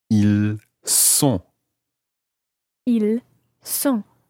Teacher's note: you're not pronouncing the S of the il, but you're pronouncing the S of the word sont